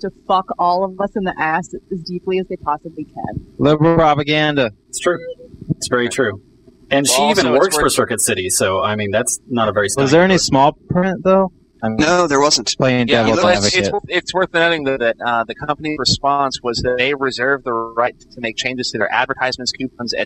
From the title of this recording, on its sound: The Bad Audio One